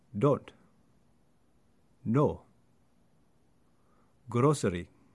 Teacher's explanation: The open O sound can be heard more as a pure vowel than you might hear in typical British or some American dialects